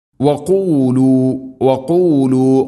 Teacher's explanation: ഖാഫ്, തൊണ്ടയുടെ മുകൾ ഭാഗവും കഴിഞ്ഞ് ചെറുനാക്ക് മഹ്റജ്, വളരെയധികം ശ്രദ്ധിക്കണം.